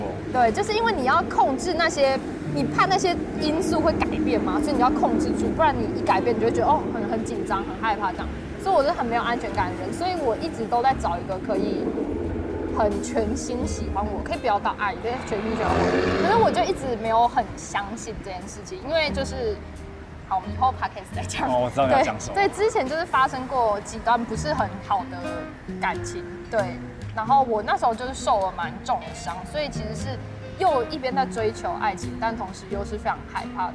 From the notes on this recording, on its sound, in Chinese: 這次節目錄製走進「街頭」。有些車聲、吵雜聲，先跟各位聽眾說聲抱歉！